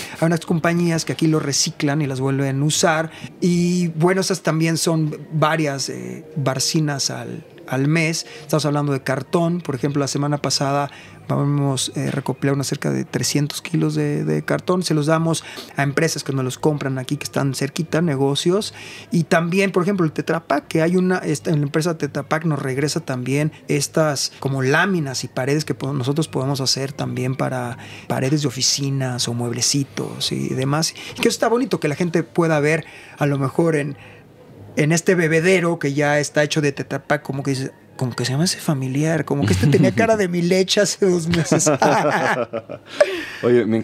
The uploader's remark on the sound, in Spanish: Notas regenerativas desde el Festival FAMA.